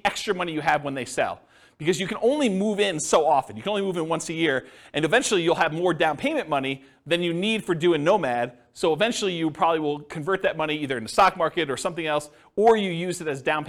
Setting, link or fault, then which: setting, live audience